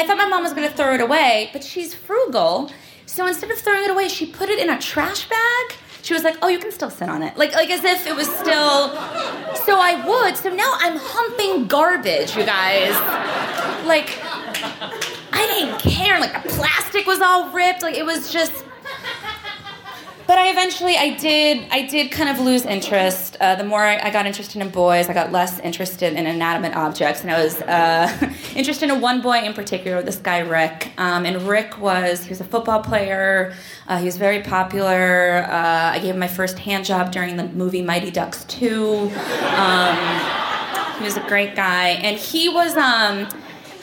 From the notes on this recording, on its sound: Recorded live in New York City.